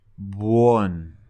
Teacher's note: It sounds like there's a W there.